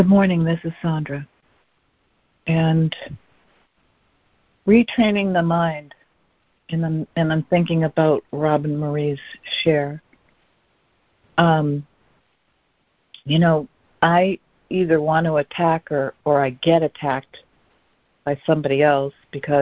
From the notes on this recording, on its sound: ACIM Daily Conference Call